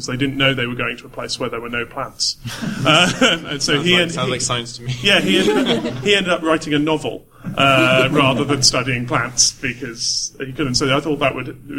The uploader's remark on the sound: For the second time in history we are recording live with a studio audience in celebration of a decade of Jodcasting! Our live studio audience pose their questions to the largest ever Ask An Astronomer panel.